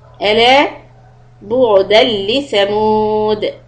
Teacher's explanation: Lam shadda idgham without gunna and we end with qalqala.